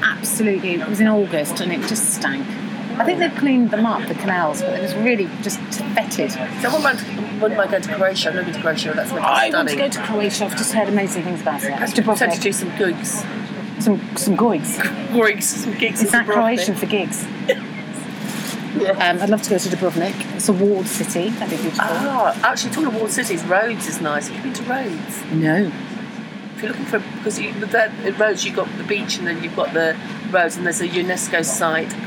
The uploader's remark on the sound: Talk on a train